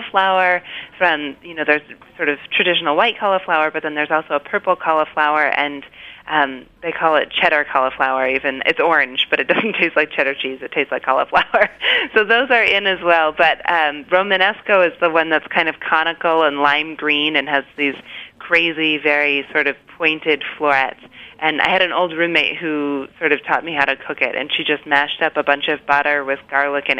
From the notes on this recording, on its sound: joined via the phone lines